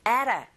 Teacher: 이렇게 발음하셔야 되는데, 첫 번째 강세를 꽝 주시고, ada, 여기는 d 사운드가 모음 사이에서 르처럼 들려서